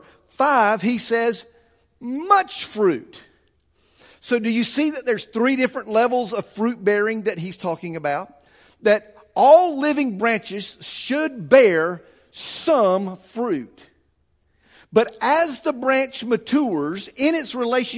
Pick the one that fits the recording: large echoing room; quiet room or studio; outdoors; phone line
large echoing room